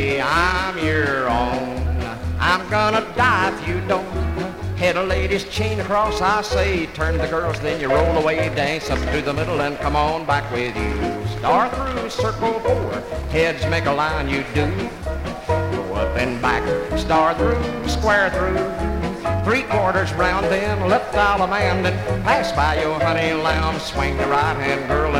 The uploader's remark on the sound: 1964 Blue Star Jubiliee in Houston, Texas. The 1964 Blue Star Jubilee Square Dance held in the Sam Houston Auditorium.